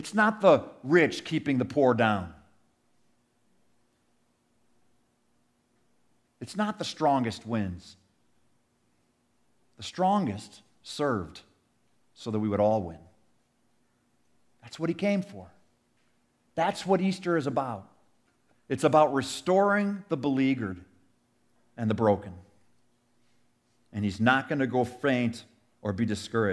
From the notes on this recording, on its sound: Sermon audio from our 2023 Easter Sunday service.